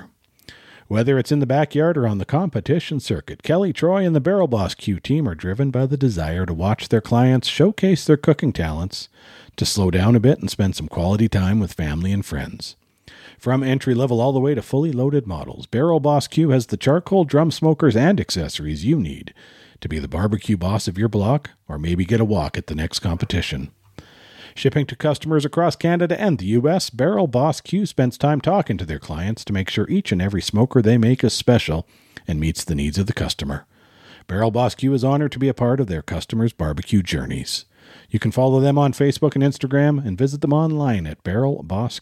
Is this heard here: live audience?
no